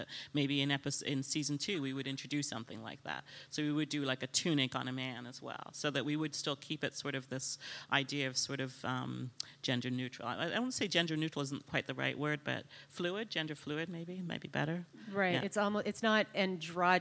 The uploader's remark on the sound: LIVE at Toronto Fashion Week